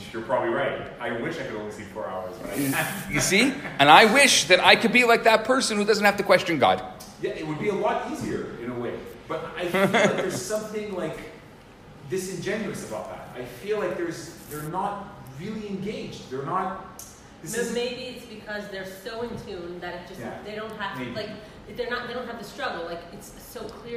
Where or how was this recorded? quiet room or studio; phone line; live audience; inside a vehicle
live audience